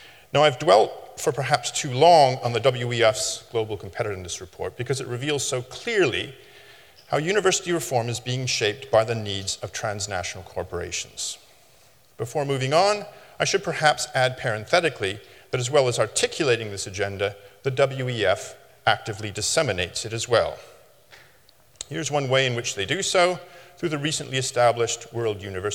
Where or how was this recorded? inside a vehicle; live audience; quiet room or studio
live audience